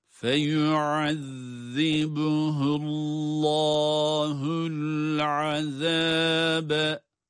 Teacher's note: Burada فَيُعَذِّبُهُ اللّٰهُ derken Allah lafzındaki lam harfi kalın okunacak. Evet, çünkü kendisinden önce ötrü hareke var.